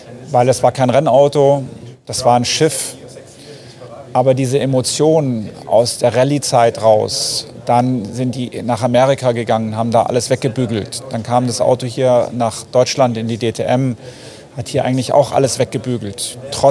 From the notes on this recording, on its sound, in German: Live von der Rennstrecke!